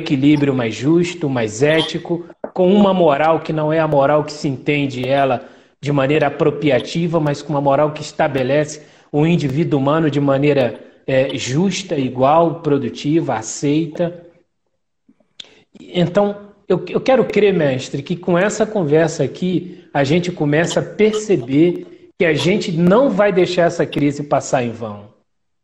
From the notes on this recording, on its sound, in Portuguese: Um bate papo realizado em uma live no instagram